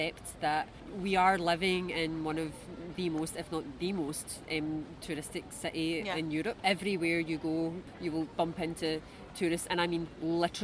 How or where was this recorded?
outdoors